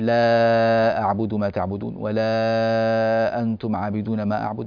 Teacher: إذن المد 6 حركات، لا نزيدها عن 6 ولا ننقص من هذه 6